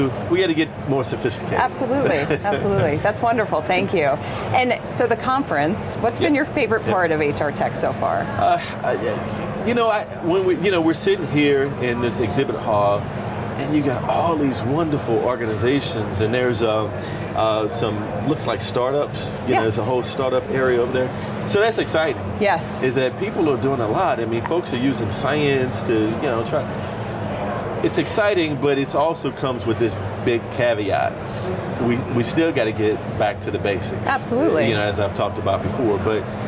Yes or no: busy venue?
yes